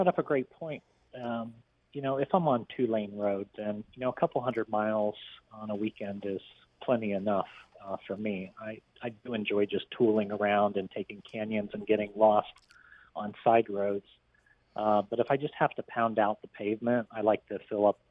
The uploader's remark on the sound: Calls in from a corn field in Nebraska while on tour.